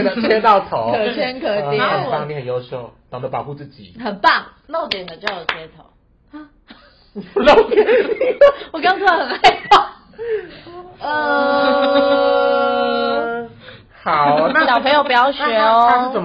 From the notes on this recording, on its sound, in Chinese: 本集有些許收音技術問題。吵鬧注意。